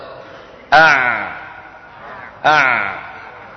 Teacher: يجري الصوت معها قليلا ثم يقف · Term: العين